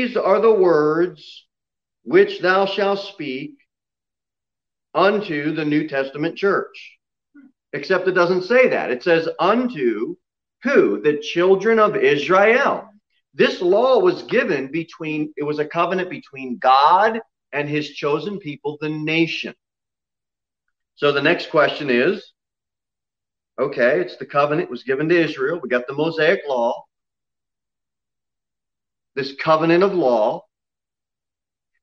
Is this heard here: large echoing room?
yes